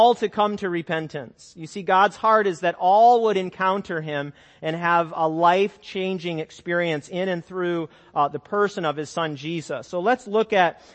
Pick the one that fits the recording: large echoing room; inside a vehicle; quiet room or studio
large echoing room